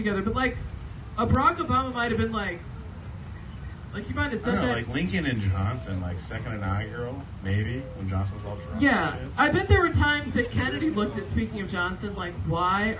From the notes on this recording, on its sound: LIVE from the amphitheater in Stephen's Lake Park in Columbia, MO